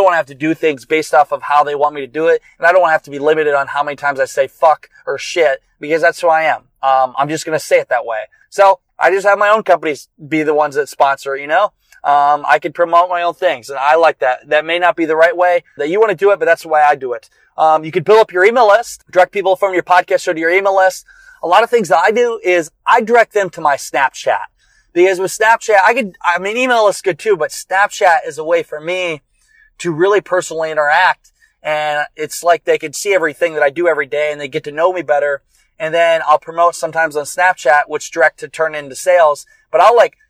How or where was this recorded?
inside a vehicle